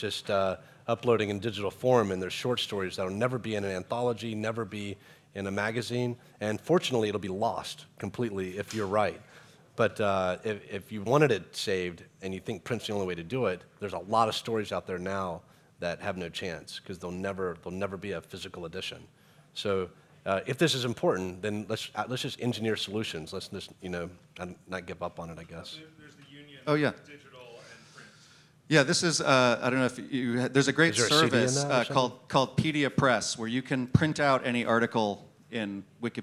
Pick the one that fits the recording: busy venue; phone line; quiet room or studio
busy venue